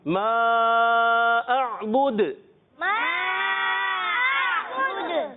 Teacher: ساکن دال پر ہم رک جائیں گے تو پھر کیا ہوگا کلکلا ادا کریں